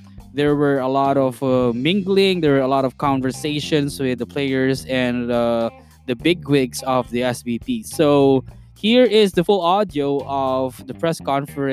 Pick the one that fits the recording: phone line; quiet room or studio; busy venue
busy venue